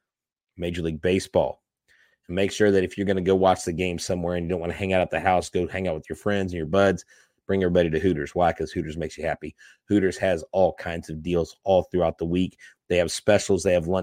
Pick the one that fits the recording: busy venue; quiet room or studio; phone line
quiet room or studio